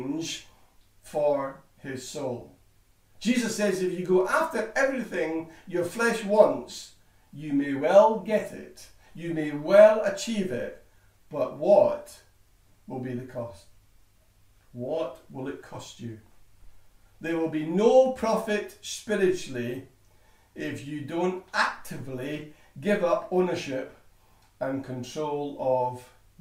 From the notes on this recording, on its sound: Recorded at freedomcentre church, Preston.